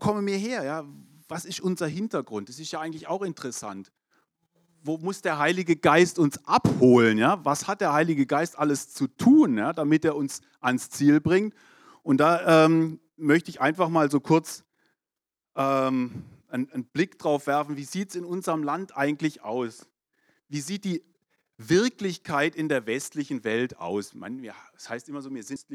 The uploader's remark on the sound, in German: 2022 in der Gemeinde Kaleo Schopfheim aufgenommen.